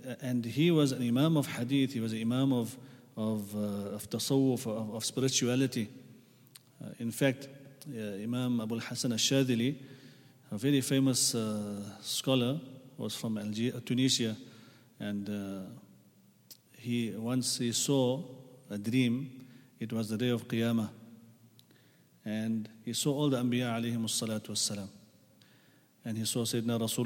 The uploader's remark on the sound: at the Houghton Masjid (West Street)